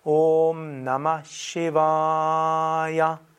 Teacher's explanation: das erste I ist kurz und das zweite A ist lang